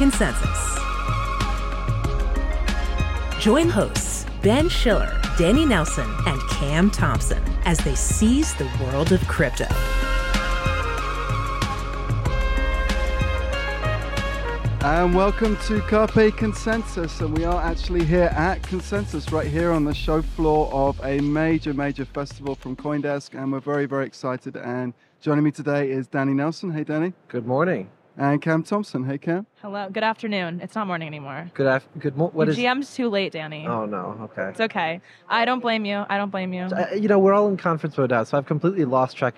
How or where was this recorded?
busy venue